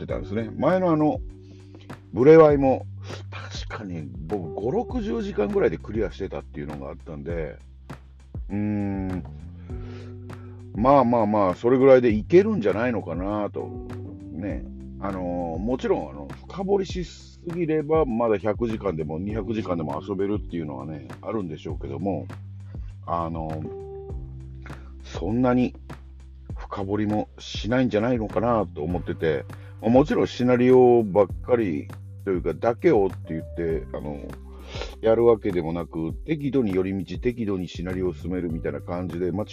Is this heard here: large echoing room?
no